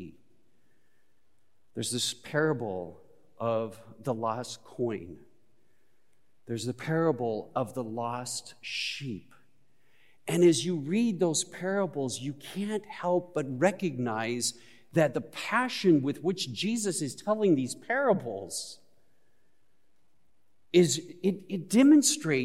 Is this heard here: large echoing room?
yes